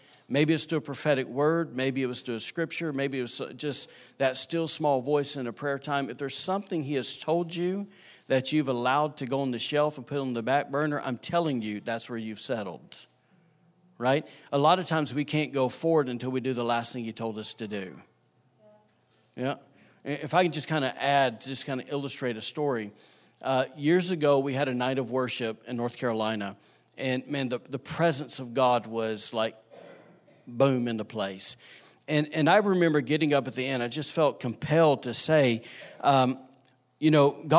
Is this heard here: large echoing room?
yes